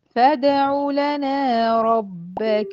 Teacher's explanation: ما تمطيش الضمه بتاعه العين، ادخلي من العين المضمومه على اللام المفتوحه بتاعه لنا.